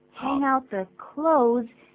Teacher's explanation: 这个 z 的音通常把它省略掉，我们就念成 close，跟关门的关 close 是同音字